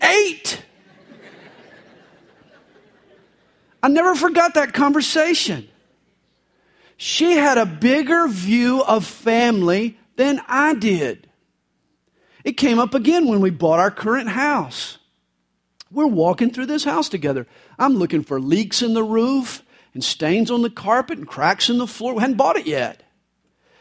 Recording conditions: large echoing room